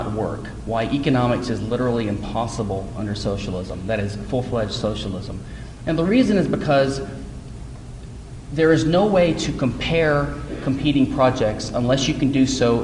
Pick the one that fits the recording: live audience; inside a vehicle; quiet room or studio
live audience